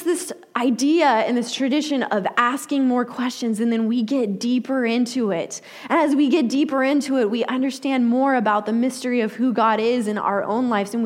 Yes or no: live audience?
yes